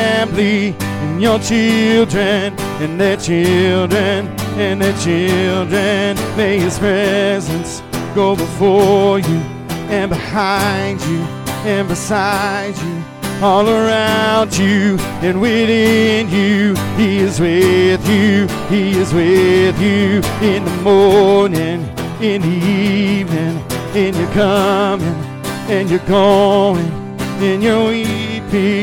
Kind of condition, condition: setting, large echoing room